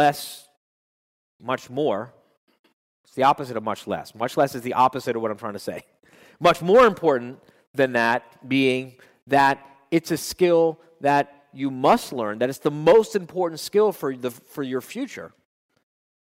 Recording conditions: live audience